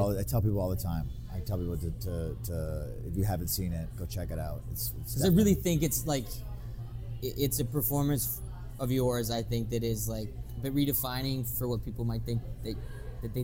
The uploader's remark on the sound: Now most listeners of the show will be aware that our guests are generally joining us remotely. At a later date we recorded our talk in a restaurant so you will hear a bit more background than usual.